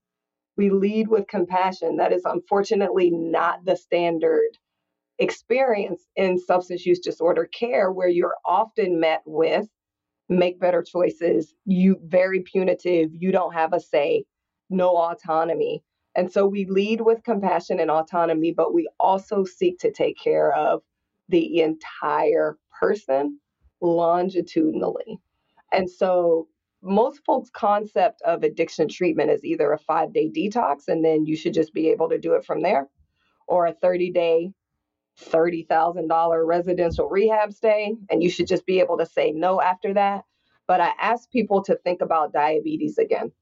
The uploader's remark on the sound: Live from the Rock Health Virtual Summit.